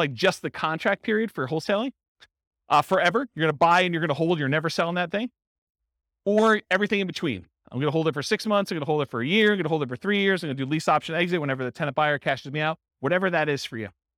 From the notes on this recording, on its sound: This was a live class recorded.